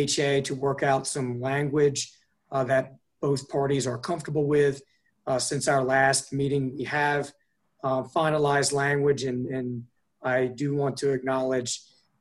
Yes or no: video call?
yes